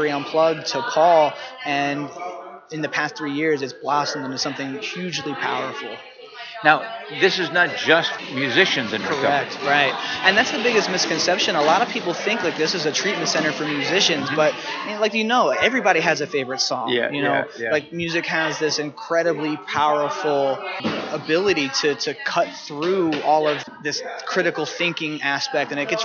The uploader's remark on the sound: Broadcasting from the 2016 annual conference of the Texas Association of Addiction Professionals (TAAP)in San Antonio,TX.